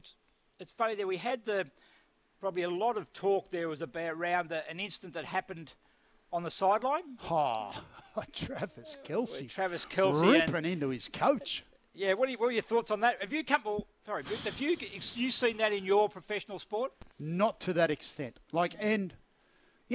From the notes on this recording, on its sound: live from Terrigal Trojan rugby club